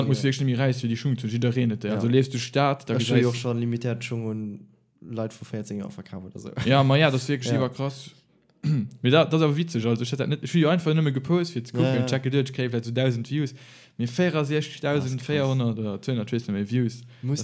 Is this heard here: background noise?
no